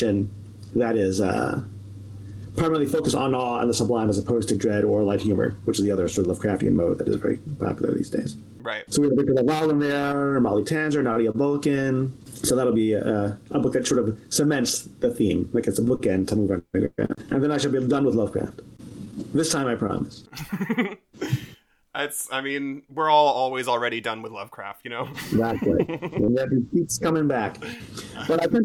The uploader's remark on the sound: The audio is a bit rough in this one, apologies! We're glad we were able to work through those audio issues.